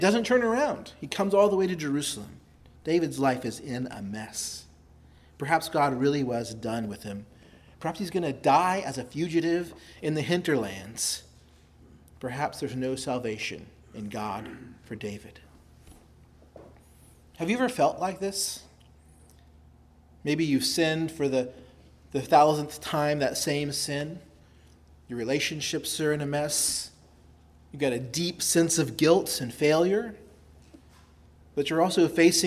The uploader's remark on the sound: preached at Christ Our Savior Baptist Church